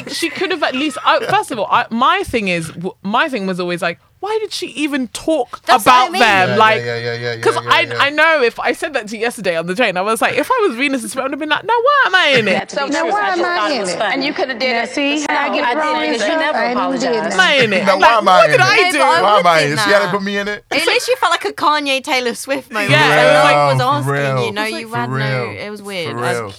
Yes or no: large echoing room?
no